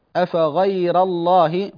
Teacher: الراء مرققة وقعت قبل لام الجلال، فهنا اللام في لفظ الجلال تفخم ولا ترقق، لأن الترقيق ليس بكسرة، فهو إنحاف لذات الحرف، إنحاف لذات الحرف.